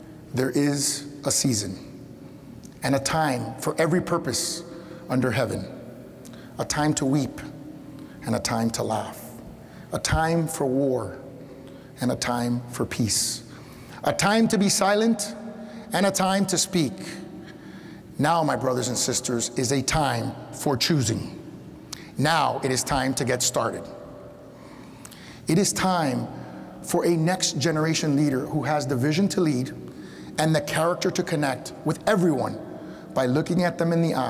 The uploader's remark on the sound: In this week’s Reagan Forum podcast, we go back one week to June 15, 2023 for our in-person event. A speaker in the Reagan Foundation’s Time for Choosing Speaker Series.